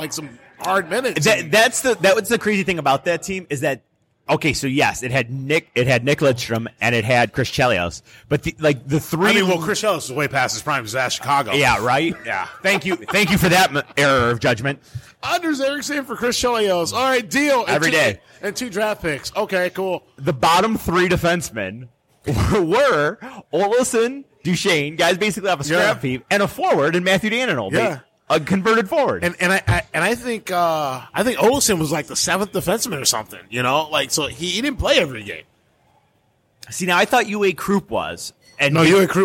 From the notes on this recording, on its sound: Live from Buffalo Wild Wings